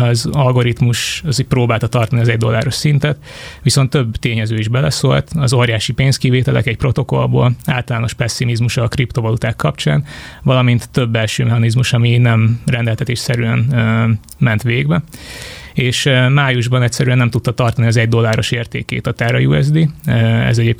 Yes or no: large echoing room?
no